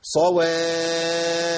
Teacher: الفاء هنا مشدده عند الوقف، لازم ابين زمن ايه زائد.